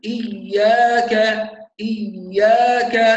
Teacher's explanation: صوت لا ينقطع، الياء صوت فيها يجري، هي من حروف الرخاوه، لا نقول اياك ويكتم صوت الياء، خطا.